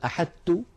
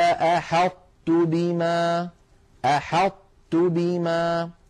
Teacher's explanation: يكون بإطباق اللسان، بأن يقرع اللسان مخرج الطاء من غير قلقلة، يقرع اللسان مخرج الطاء من غير قلقلة، ثم لما يفتح لا يفتح على طاء بل يفتح على تاء · Shown in: second take · Term: صفة الإطباق